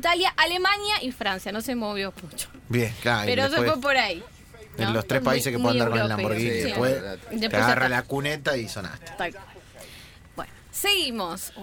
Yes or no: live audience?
no